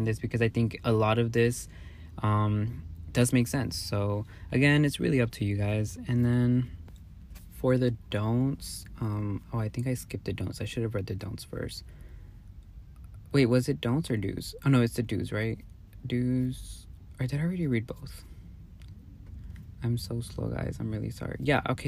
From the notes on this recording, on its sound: Take myself out to get boba & record this episode in my car. It was definitely a vibe sipping boba & talking in my car while I watched the sun set.